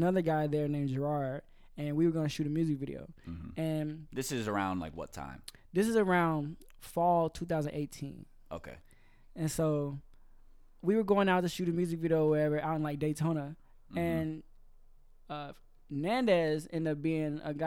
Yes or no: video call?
no